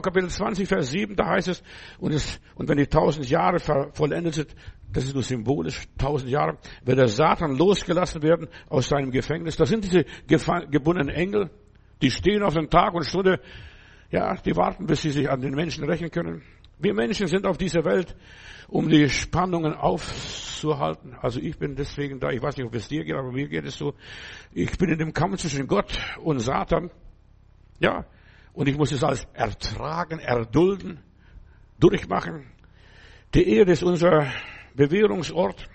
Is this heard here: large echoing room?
yes